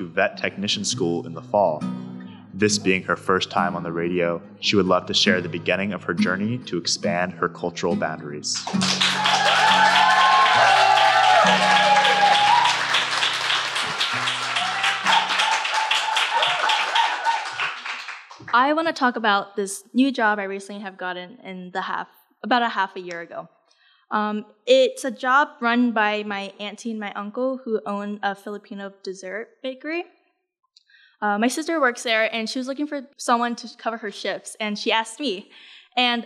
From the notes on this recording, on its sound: This performance was done in collaboration with Outer Coast and performed live August 2nd, 2023 on the Smokestack Stage of the Sitka Fine Arts Campus.